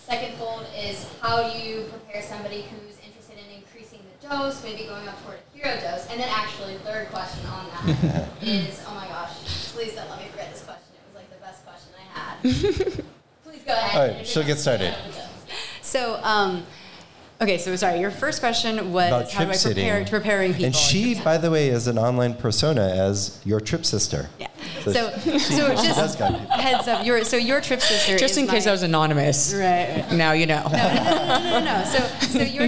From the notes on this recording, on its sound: In this live audience episode of Trip On This. Live Demo of how to inoculate a grow bag. Live Q&A.